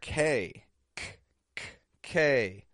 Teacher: Made in the back of the mouth, the back of the tongue rises up, touches the soft palate, builds up air, and then bursts it out. · Term: stop consonant